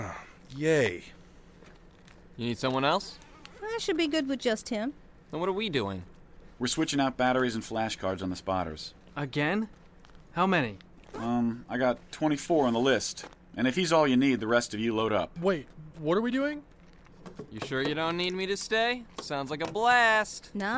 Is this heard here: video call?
no